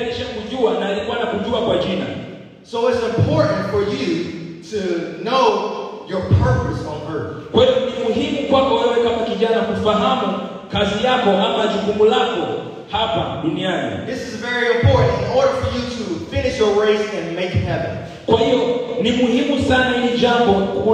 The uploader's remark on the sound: Youth Conference Day 2. Preaching at the Youth Conference in Zanzibar, Tanzania.